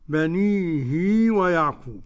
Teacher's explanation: بنيه قرأ ابن كثير بصلة الهاء حركتين